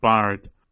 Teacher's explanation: So, for example, a horse is paard, and that's P A R D, but the D becomes a T sound. It's devoiced at the end of the word. Um, so yeah, Dutch pronunciation isn't too difficult once you've got the hang of some of those sounds and combinations.